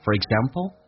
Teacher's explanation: for 不被强调，说成 f 加个儿化音